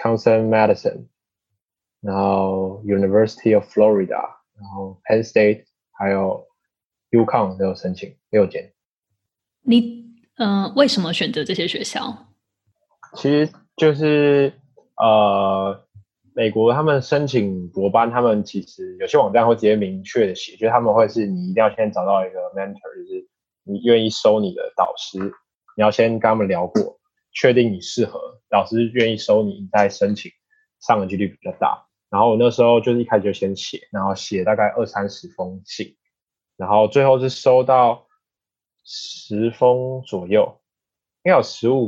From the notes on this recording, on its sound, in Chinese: 本次訪談為好奇槓鈴第一次線上LIVE錄影訪談的音檔版，有包括美國和歐洲運動科學的教授與博班學生等多人參與訪談及Q&A！